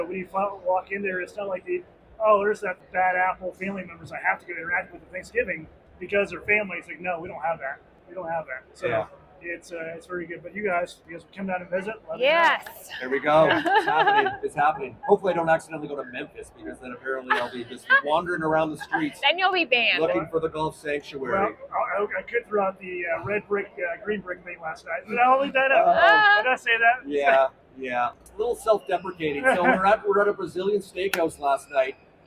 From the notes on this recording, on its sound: LIVE From The 2023 PGA Show! Found some time to squeeze in a couple of ModGolf Podcast recording sessions.